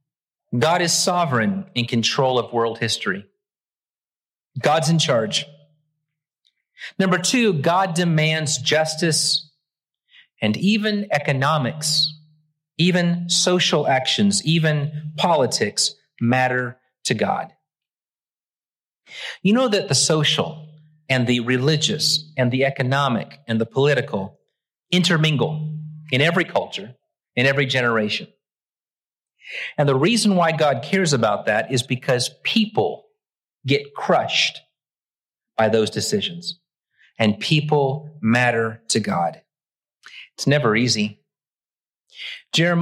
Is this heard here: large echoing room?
yes